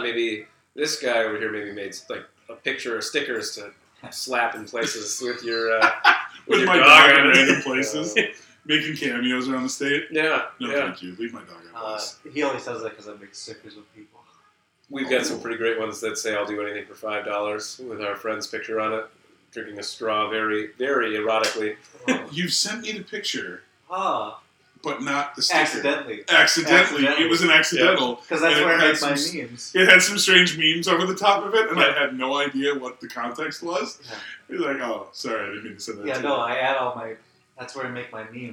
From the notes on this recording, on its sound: During this recording we had some technical issues so the sound isn't perfect.